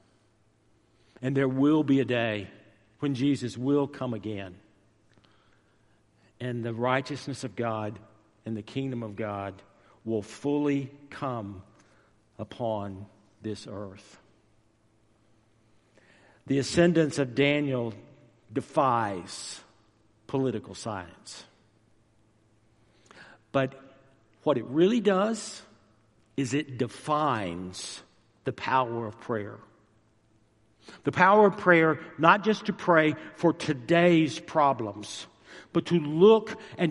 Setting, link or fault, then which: setting, large echoing room